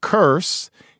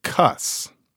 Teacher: Let's say that you are speaking a kind of dialect that tends to leave R's out at the end of syllables, maybe in the middle of words · Shown in: second take · So instead of saying curse, you say cuss.